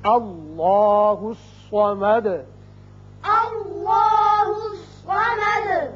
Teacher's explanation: اب دال کے اوپر پیش ہے، آیت ختم ہونے کی وجہ ساکن کریں گے اور سکون کی وجہ سے صفت قلقلہ ادا ہوگی